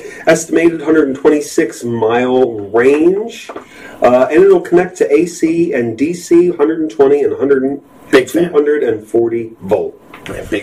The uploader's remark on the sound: slight audio issues